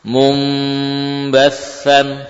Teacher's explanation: Nah, gunahnya gunah yang sempurna, panjang. Ya. Jadi bukan hanya mengganti nun dengan mim, namun juga menambah ukuran gunah.